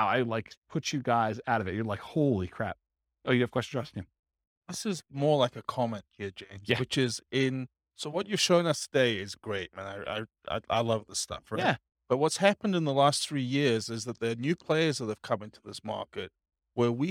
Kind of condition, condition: setting, live audience